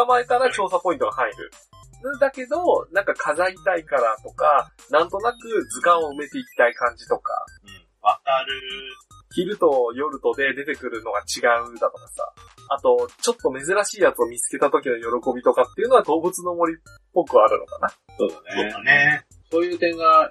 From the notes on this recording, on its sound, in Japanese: 今回もスカイプ収録となっております。一部音質が悪かったりもしますがご容赦ください。